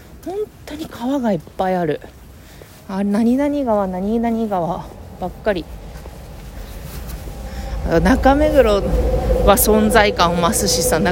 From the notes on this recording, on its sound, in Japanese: 武蔵小杉を歩きながらしゃべっています。